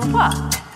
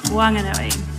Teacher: So the H in Whanganui is there, but it's heard as a breath, as they describe it. In Whanganui, the H is aspirated.